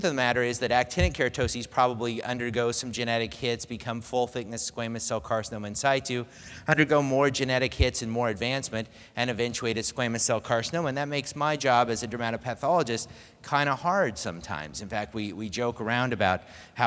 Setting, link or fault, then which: setting, large echoing room